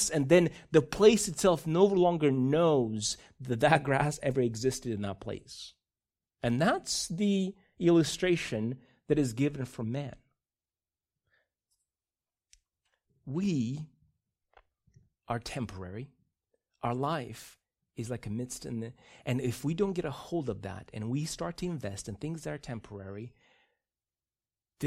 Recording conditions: large echoing room